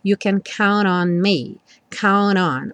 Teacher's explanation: Count on. O N já juntando o count com o on.